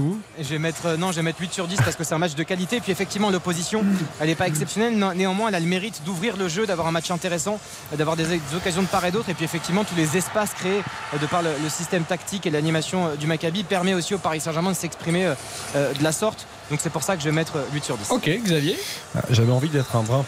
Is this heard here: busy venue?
yes